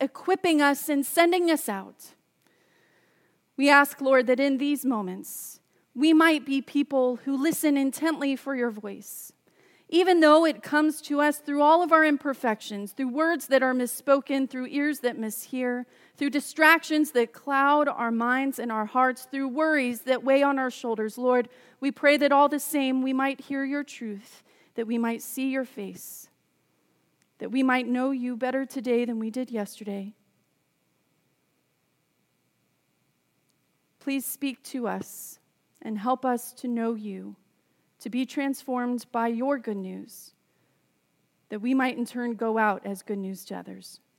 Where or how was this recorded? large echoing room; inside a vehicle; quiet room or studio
large echoing room